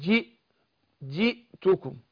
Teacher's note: حقق الكسر اللي في الجيم والهمزة كمان